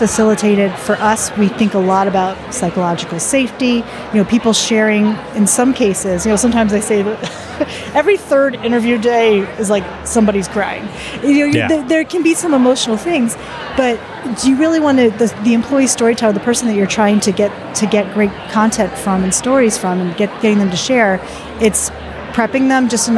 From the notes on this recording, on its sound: at the recent UNLEASH America conference